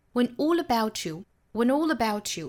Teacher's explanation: 跟后面的 all 可以做连读也可以不连上，中间做 glottal stop 也是可以的